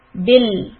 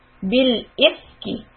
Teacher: Whenever you see lam sukoon, make sure that you keep the tip of your tongue stuck at the makhraj of lam, which is behind your teeth, behind the front teeth, bil. And don't let it drop until you are ready to say e.